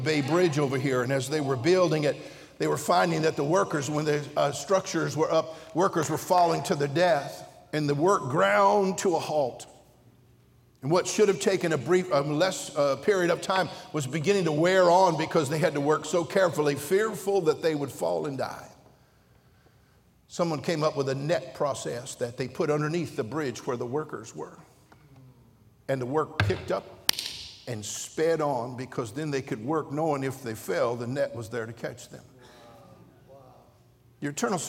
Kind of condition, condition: setting, large echoing room